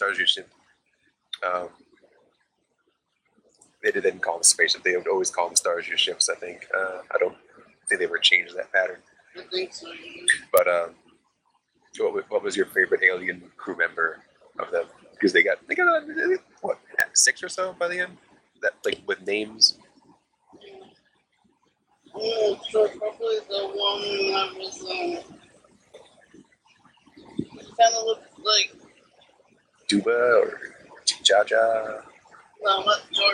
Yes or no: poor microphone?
yes